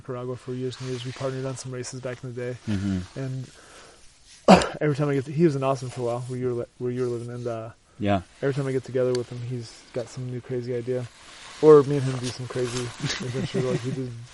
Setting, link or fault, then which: setting, outdoors